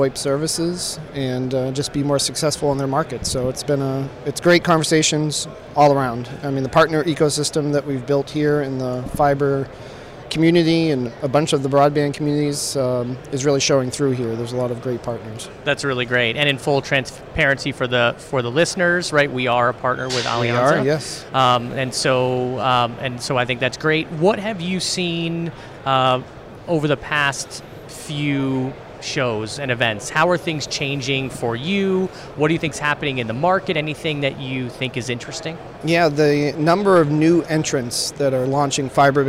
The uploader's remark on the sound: Live from FiberConnect 2019